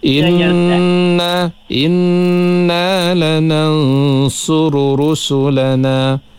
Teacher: Inna tu dengung sikit kan. Nun ataupun mim yang ada syaddah. Kita dengung dulu dua harkat.